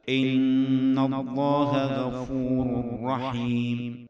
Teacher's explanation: غفور رحيم تنوين بعده راء يدغم بدون غنة